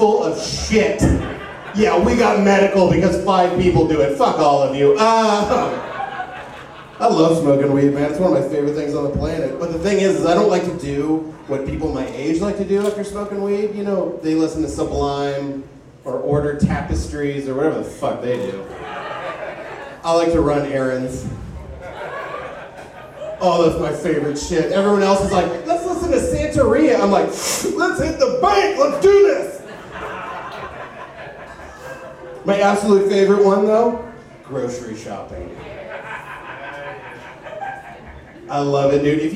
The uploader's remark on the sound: This week's show is live from the Arena Pub